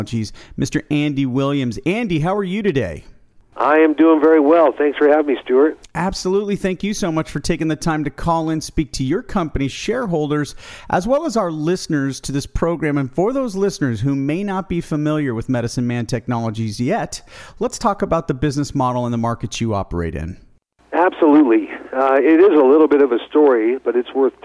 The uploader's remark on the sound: called in to SmallCapVoice.